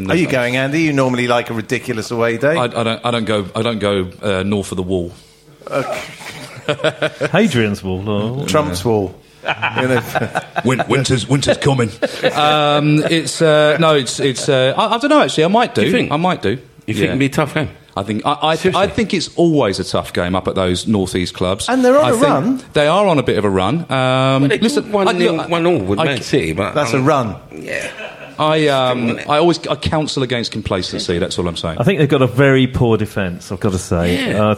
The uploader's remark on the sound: We bring you tonights show live from The Albany.